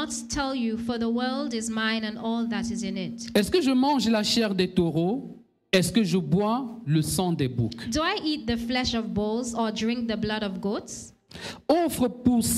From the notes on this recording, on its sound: Preached during Joyful Hour Sunday Service.